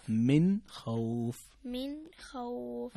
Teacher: الحكم إظهار، نون ساكنة أتى بعد حرف الخاء، والخاء من حروف الإظهار، فتقرأ من خوف مثل ما قرأت الآن.